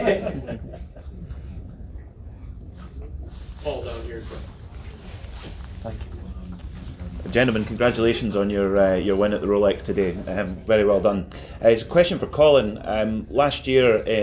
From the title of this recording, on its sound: Live from Daytona Rolex 24